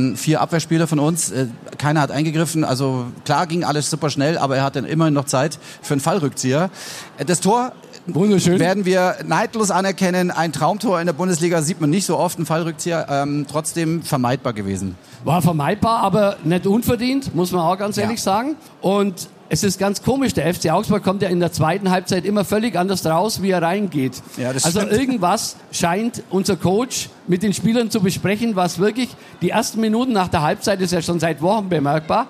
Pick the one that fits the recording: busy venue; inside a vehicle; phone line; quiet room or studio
busy venue